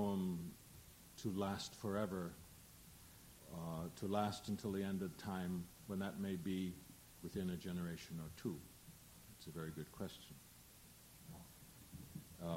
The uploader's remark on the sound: at this 1984 PEN America panel on the Nuclear Threat